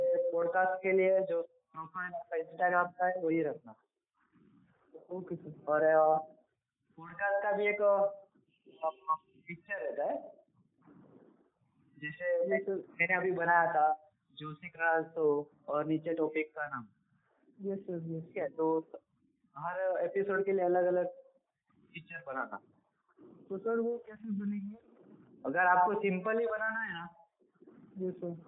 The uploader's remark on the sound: ON PHONE CALL